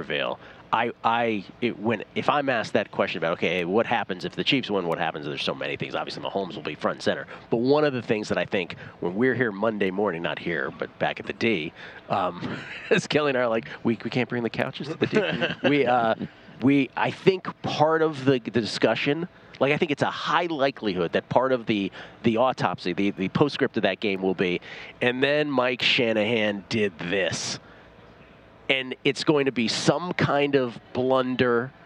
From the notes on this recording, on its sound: broadcasting live from media row